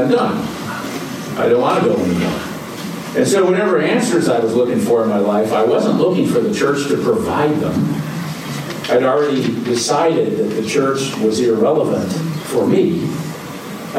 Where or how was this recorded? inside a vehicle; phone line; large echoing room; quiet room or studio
large echoing room